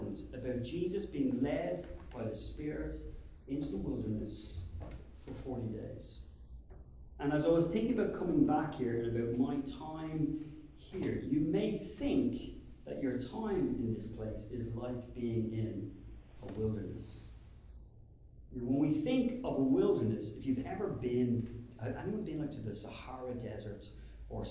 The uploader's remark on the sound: Sermon delivered at the Church of Ireland Theological Institute.